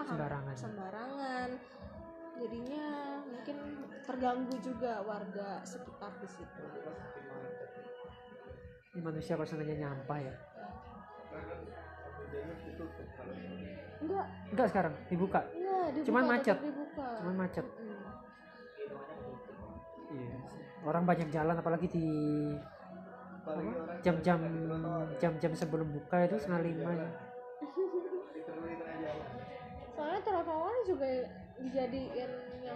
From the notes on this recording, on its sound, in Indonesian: Mohon maaf apabila suaranya sedikit kurang jelas dan sedikit berisik